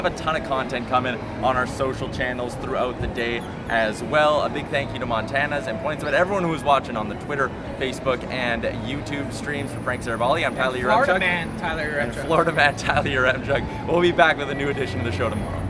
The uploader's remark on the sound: LIVE FROM NHL ALL-STAR WEEKEND. Live in Florida for NHL All-Star weekend.